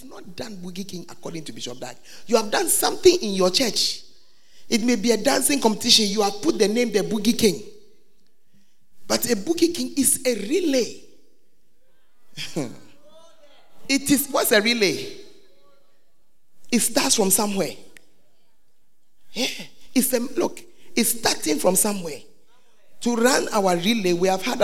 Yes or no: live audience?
yes